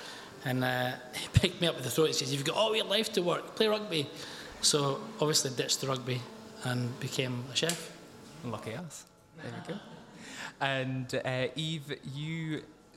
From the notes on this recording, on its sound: Bringing together a live studio audience